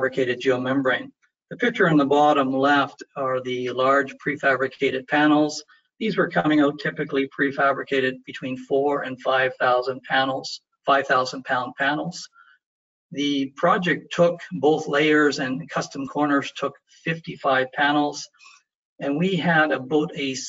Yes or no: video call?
yes